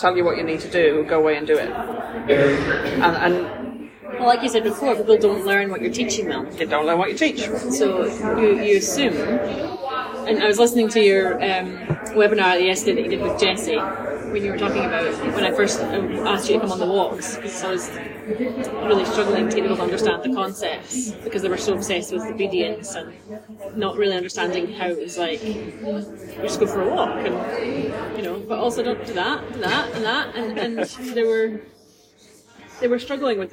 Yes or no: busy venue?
yes